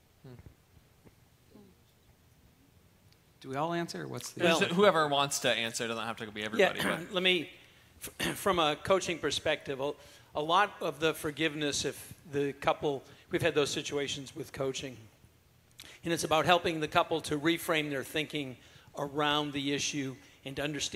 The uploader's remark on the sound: This is the Christian marriage conference Q & A (questions and answers) from the 2nd annual Northwest Marriage Conference